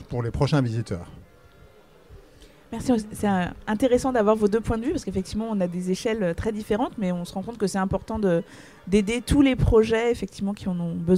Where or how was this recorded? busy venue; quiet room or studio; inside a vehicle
busy venue